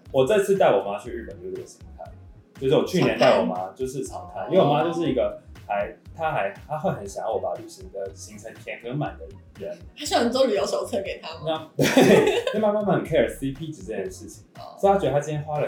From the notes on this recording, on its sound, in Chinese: 首錄音質不佳請見諒